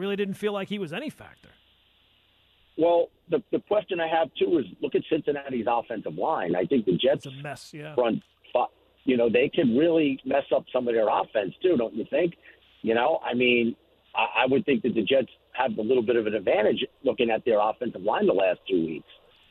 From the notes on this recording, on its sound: More NFL discussions and listener phone calls.